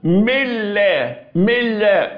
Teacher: نيجي بقى بالنسبة للإضغام، هذا عندما أقول ملا ملا بنضغم النون في اللام ملا ملا، اهي قلبت النون إلى لام ثم ضغمت · Term: الإضغام